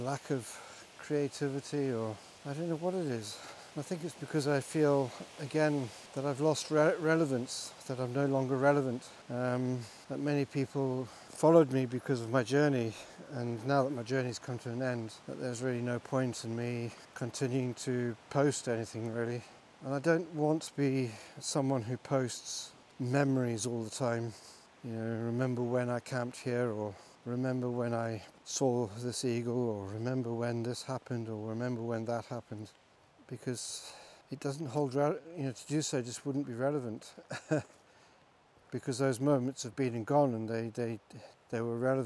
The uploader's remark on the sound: Reworded live when walking the dog early one morning around the beautiful Aros Park.